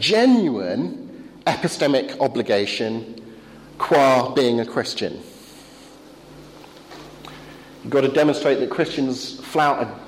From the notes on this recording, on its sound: Talk delivered to the philosopher's track of the European Leadership Forum 2013 in Poland.